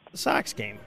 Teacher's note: And a nice token of the fronted ah again in Sox.